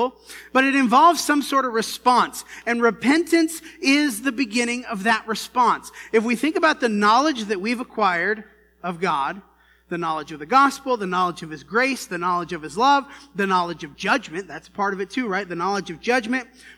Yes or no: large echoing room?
yes